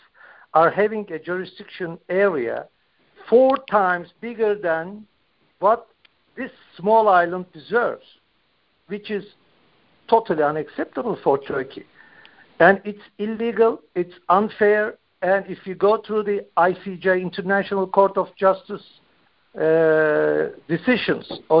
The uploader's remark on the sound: The Turkish Heritage Organization hosted a teleconference